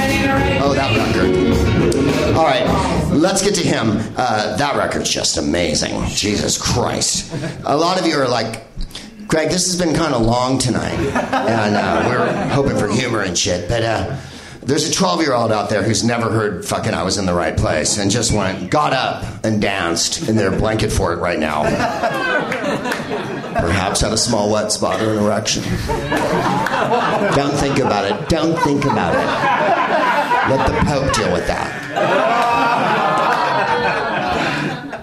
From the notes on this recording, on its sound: Live from the NerdMelt Showroom in LA